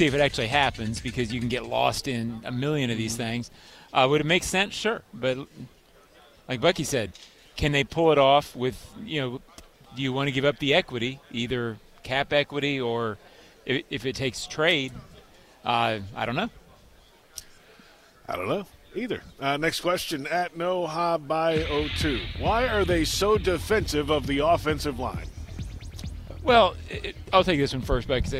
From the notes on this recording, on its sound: live from the NFL Combine